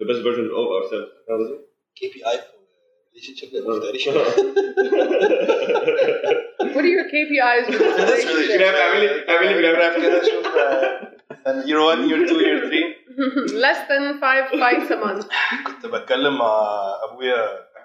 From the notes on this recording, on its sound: The sound quality is not ideal in this episode, but we have since worked out the issue.